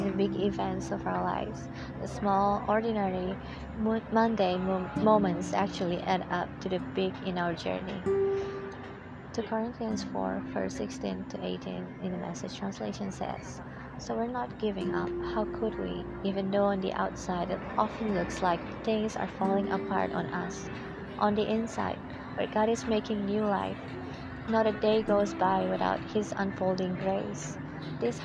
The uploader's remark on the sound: This episode was recorded in an open field cafe where you could hear the noise from the commuters passing on the road.